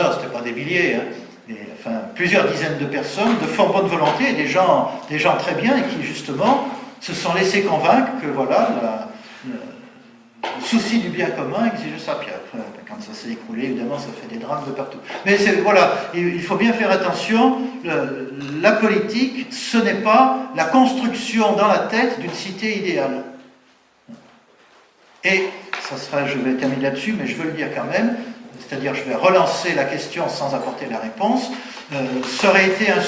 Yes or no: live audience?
yes